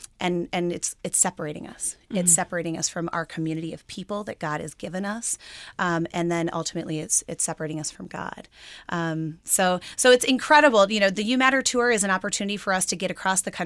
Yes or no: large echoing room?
no